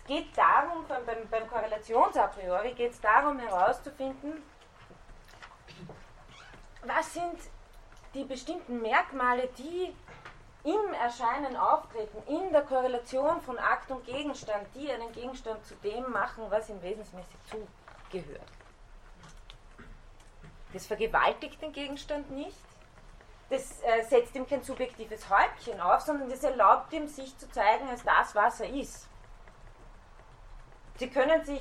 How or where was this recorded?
large echoing room